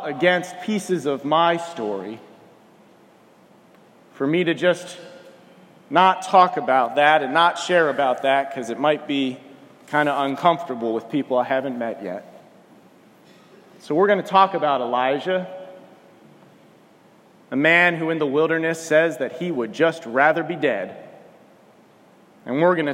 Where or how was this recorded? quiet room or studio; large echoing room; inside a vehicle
large echoing room